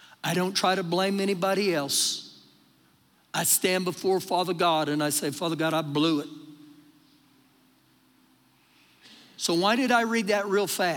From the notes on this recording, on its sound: Recorded live during our Wednesday night service